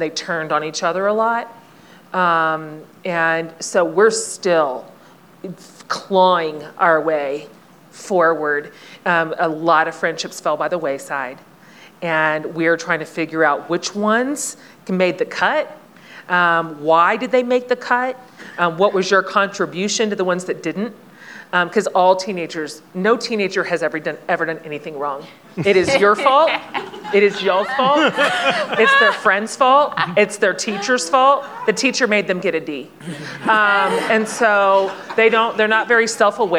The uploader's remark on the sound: this panel from the 2022 Aspen Ideas Festival